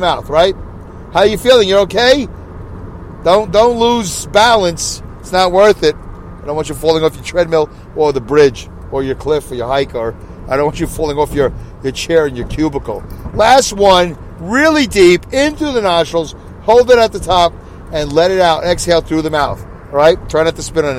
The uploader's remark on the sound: Review From My Car On My Way Home. I record my show from my car as I drive to and from work.